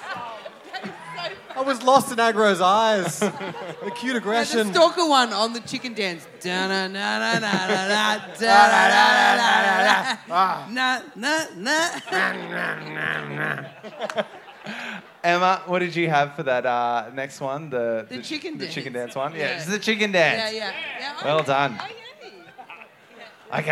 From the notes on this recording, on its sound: Recorded The Triffid, Brisbane on May 21st 2023